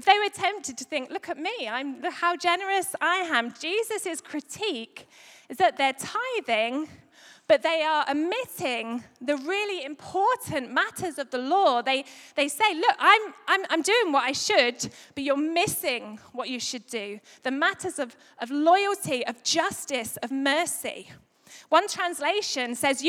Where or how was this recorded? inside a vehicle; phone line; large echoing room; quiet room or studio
large echoing room